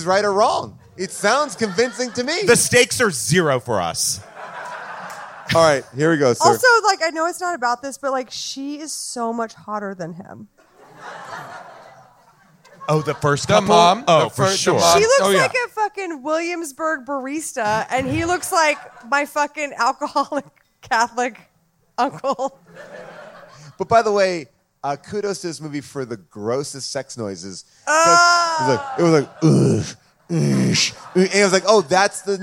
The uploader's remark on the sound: LIVE from Largo in Los Angeles